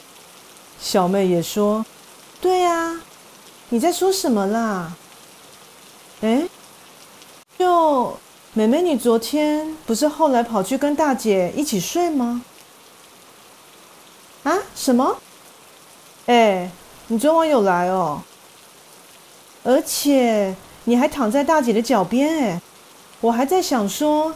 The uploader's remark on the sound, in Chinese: 因為這次錄音遇上大雨滂沱，以及錄音設備出現意外。所以這次的背景音樂就用雨聲來演出囉。